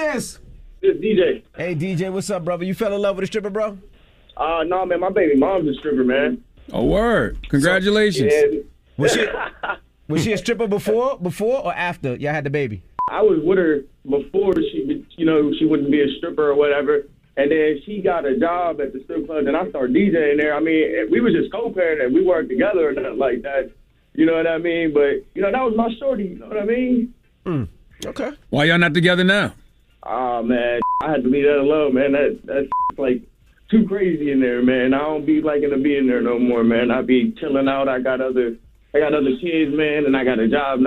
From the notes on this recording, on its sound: Today on the show we opened up the phone lines to see if any of our listeners had good or bad divorce stories.